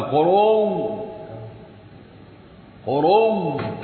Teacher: ادغما وذا بعد ابدال له متمثله. يعني ابدل الهمزه واو ادغما في الواو الثانيه يبقى قروء قروء.